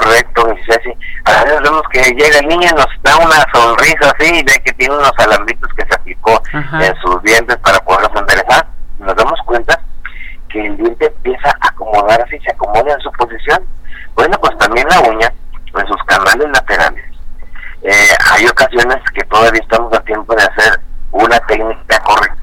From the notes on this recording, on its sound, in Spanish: entrevista telefónica exclusiva